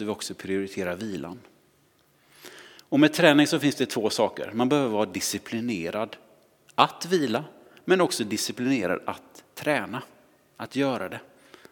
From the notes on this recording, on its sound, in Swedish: Inspelning från Immanuelskyrkan Skövde.